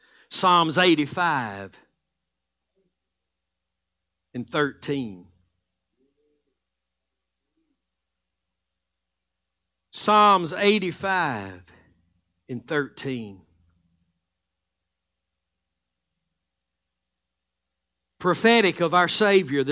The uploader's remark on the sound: Live Sunday Morning Service